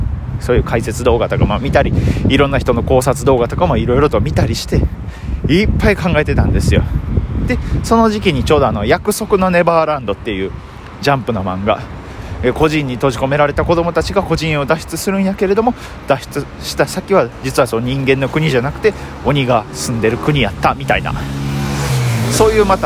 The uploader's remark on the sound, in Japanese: 歩きながらやと息が切れよるね。フゥフゥ言いながら喋ってますが興奮してるわけじゃないので、よしなに。